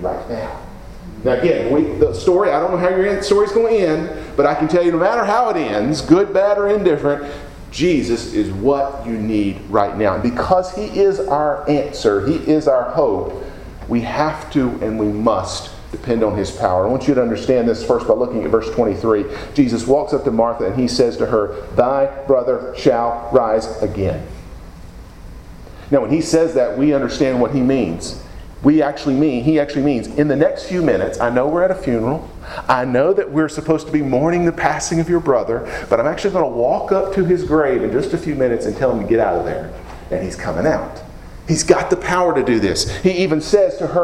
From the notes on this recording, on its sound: Preached at Deep Creek Baptist Church in Burlington, NC, on Sunday morning, April 30, 2017.